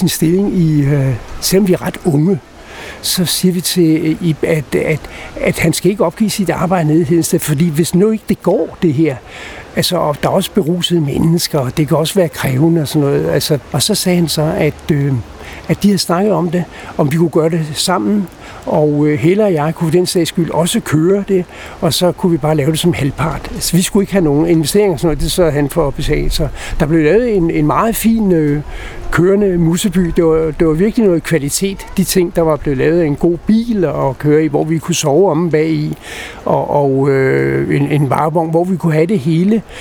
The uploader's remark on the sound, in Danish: Optaget på Nimb Bar, Tivoli, København.